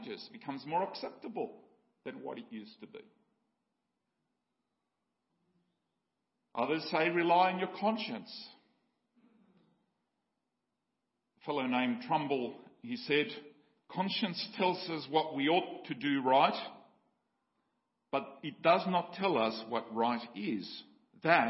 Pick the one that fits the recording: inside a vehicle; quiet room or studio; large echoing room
large echoing room